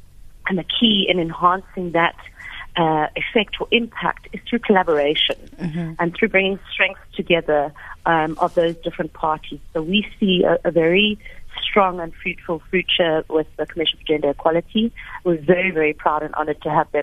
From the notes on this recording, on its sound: GUEST (Phone)